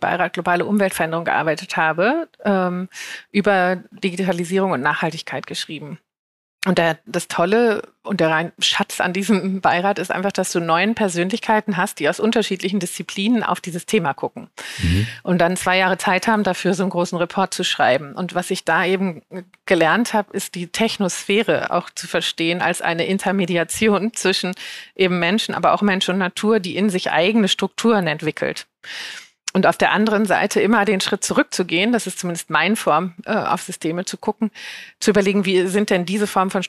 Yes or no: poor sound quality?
no